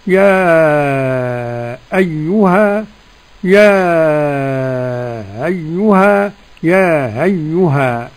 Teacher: يا أيها إذا وقف حمزة يقف بثلاثة أول، التحقيق على ست حركات، والتسهيل مع المد ست حركات، والقصر حركتين.